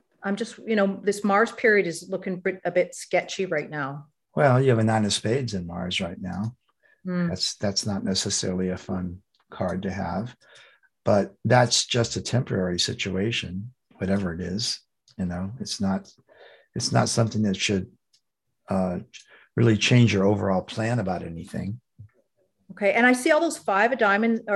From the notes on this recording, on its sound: The shows are now all hosted on Zoom.